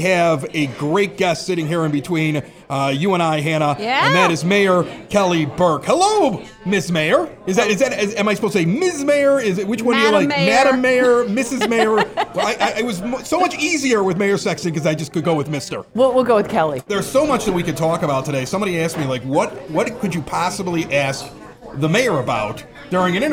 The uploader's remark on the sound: Recorded in front of a live audience! Durbins of Evergreen Park.